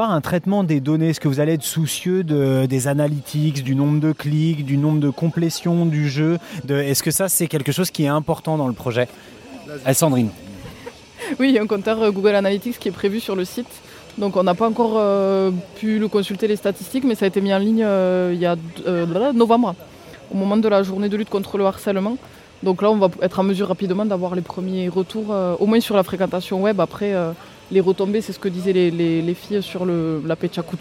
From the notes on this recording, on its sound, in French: enregistré à la Journée Nationale de l’Innovation 2017